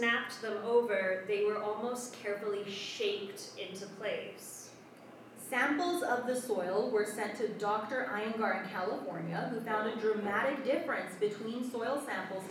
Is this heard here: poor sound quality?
yes